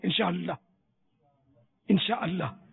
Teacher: اللہ کو ظاہر کر کے تو بولو الف بیچ کا جو ہے ظاہر ہی نہیں کرتے